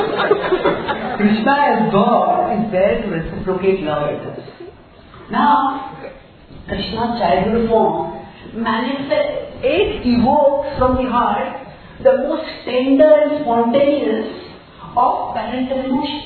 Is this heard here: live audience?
yes